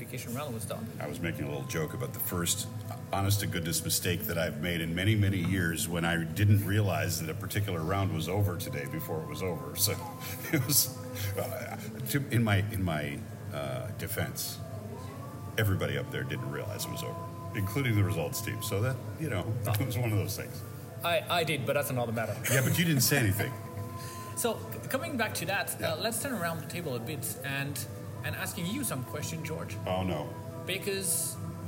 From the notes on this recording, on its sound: Live from Gwangju, Korea, at the Hyundai Archery World Cup